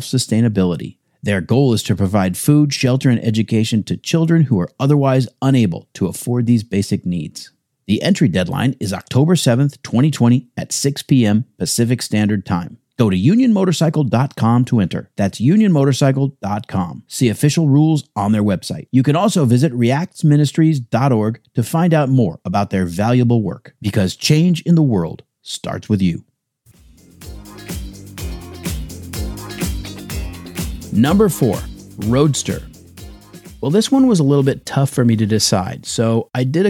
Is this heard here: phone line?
no